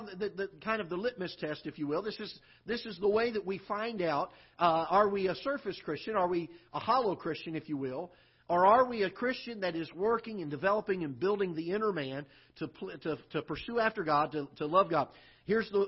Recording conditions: large echoing room